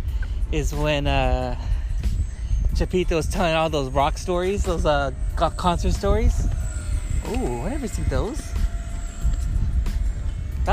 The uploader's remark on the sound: Chatting at the beach while we do some walking.